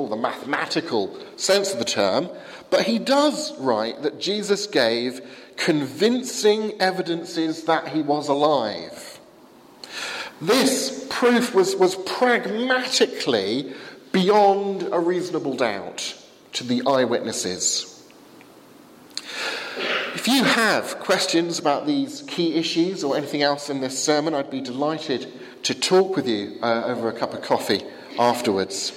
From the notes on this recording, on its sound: given at the 11 am service at Highfield Church, Southampton, 1st May 2016